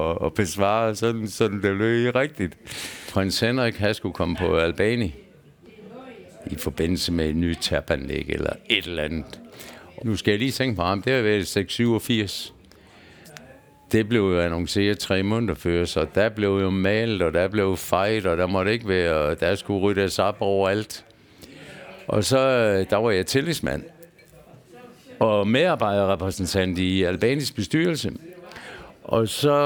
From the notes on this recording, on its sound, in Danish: Optaget på Bill’s Pub 47, Odense.